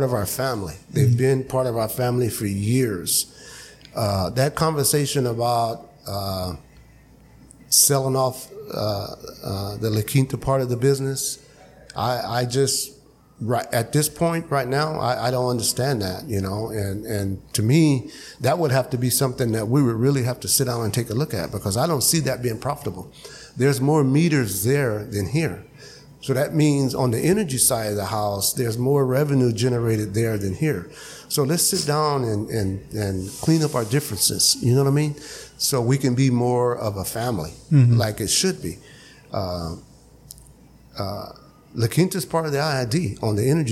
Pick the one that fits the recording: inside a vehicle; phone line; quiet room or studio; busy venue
busy venue